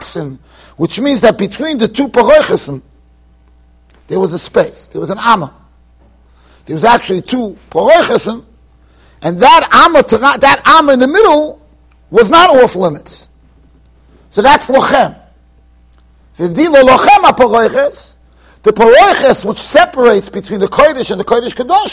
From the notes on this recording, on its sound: Shiur recorded in Yeshivas Ohr Reuven, Monsey NY.